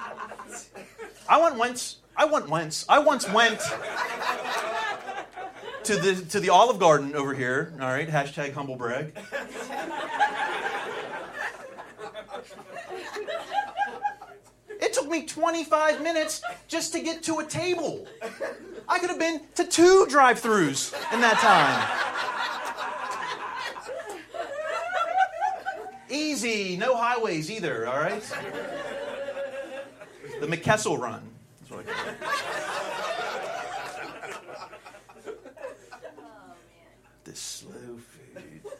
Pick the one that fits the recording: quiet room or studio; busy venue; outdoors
busy venue